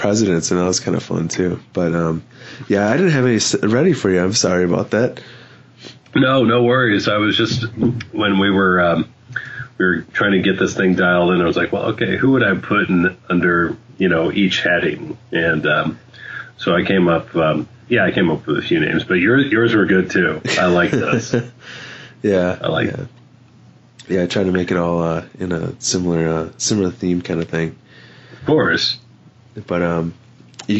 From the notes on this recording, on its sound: Interview recorded via Skype and my crappy ass laptop microphone.